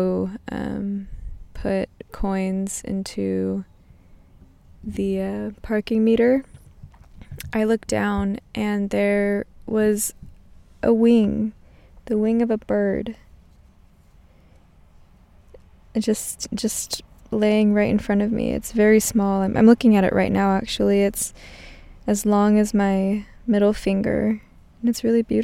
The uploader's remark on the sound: In my car in downtown sac, it's at least 80 degrees Fahrenheit in here.